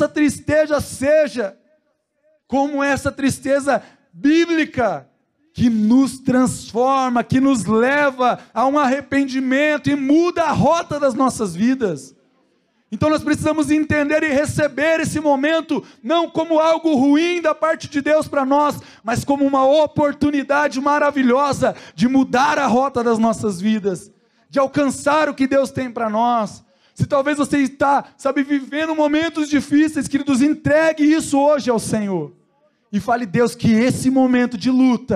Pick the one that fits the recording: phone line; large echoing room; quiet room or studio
large echoing room